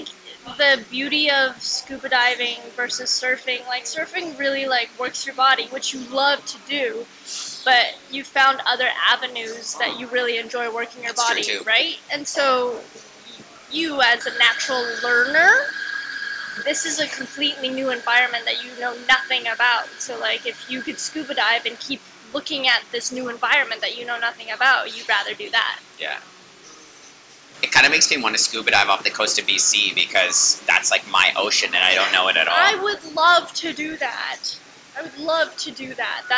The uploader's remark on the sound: Please forgive the sound quality, we recorded in a full coffee shop and if you put a seashell up to your ear you can hear a bit of glorious 90s rock. Siargao, Philippines.